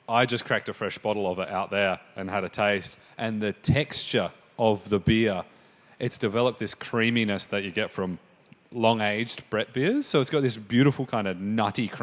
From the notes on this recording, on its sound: This is a Brewery Pro podcast that was recorded at the Bintani Trade Day in February 2023.